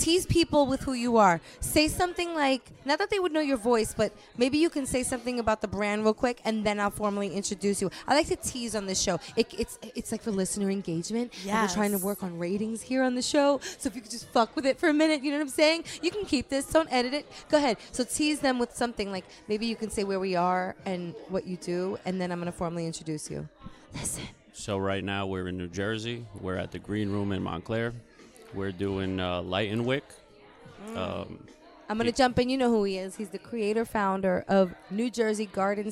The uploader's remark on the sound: we are Lit Latinos Out Loud LIVE from the Garden State of Mind “Light-N-Wick” cannabis candle-making event